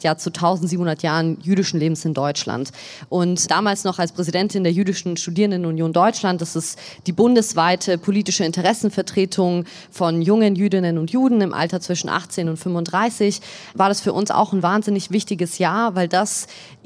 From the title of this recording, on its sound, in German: LIVE aus der US-Botschaft in Berlin